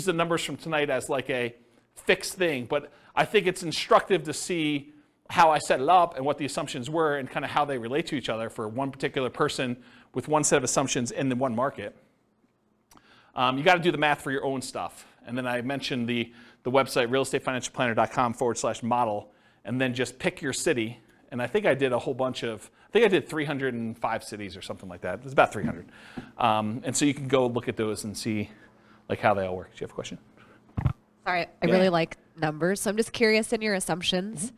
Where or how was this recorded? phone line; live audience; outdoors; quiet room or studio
live audience